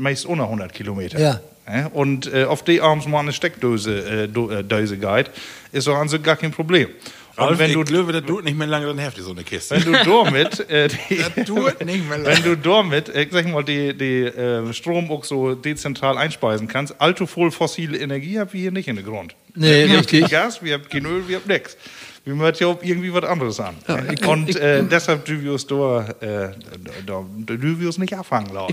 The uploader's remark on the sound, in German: Platt-Cast ist zu Gast beim Platt-Satt-Festival der Emsländischen Landschaft. Neben dem Podcast gibt`s diesmal auch bewegte Bilder.